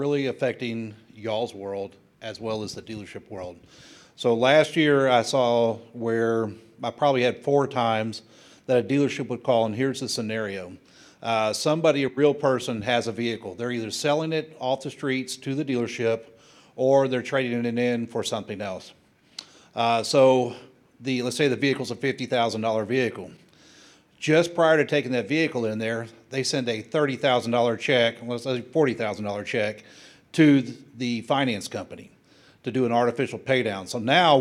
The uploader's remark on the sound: In this bonus episode recorded at the Point Predictive 2023 Auto Lending Fraud Roundtable.